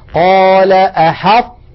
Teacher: نطقت الآن أنا طاء ساكنة غير مقلقلة وبقي المخرج مطبقا